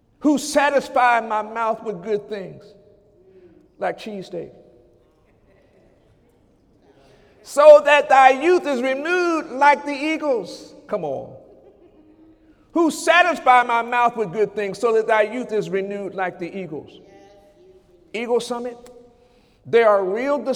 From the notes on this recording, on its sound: During Sunday morning service